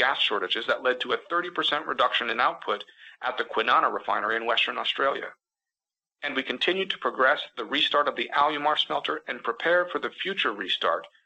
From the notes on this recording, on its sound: This week’s episode features highlights from Alcoa’s Q4 2022 conference call.